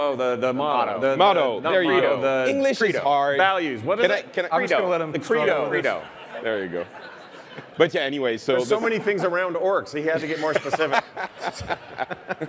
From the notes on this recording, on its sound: Our live panel from the Blizzcon Epic Stage!